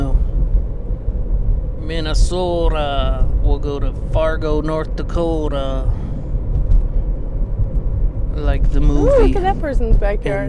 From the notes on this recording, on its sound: This episode was recorded last minute on the morning before it was scheduled to be released. We bring recording equipment with us as we drive around to get breakfast and run some errands. An experimental car ride edition of the show.